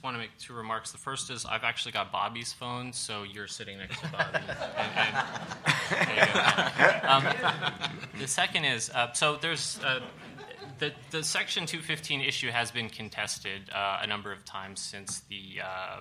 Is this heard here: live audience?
yes